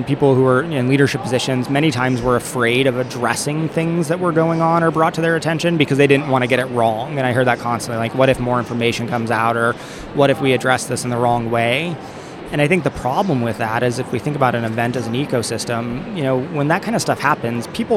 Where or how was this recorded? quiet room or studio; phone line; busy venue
busy venue